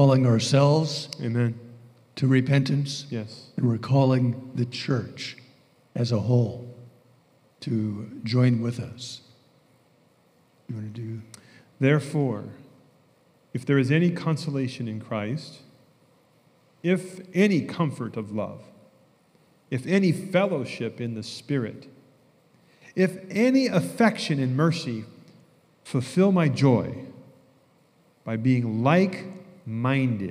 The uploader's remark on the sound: message from our recent Right Arm Revival Conference